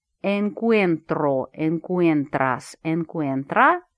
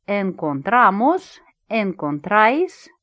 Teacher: Типичный отклоняющийся глагол первого спряжения. В корне под ударением появляется дифтонг «уе» во всех формах, кроме форм на «vosotros» и «nosotros». · Shown in: first take